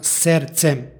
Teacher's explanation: U drugom stihu izgovorili smo srcem. Ovde se suglasnička grupa sužava, odnosno prema ekvivalentu u srpskom jeziku izgovaramo srcem bez izgovornog d